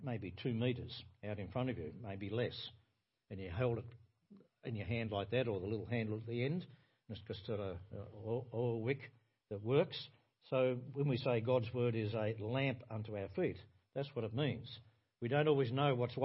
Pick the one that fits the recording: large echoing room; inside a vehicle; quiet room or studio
large echoing room